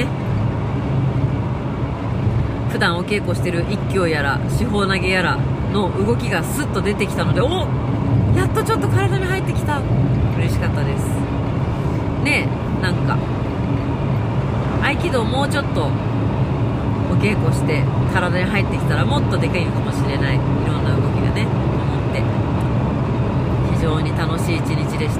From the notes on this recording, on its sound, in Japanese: 熱海未来音楽祭に参加するために5時起きで熱海に向かう車の中から&踊り終わって帰る車の中から。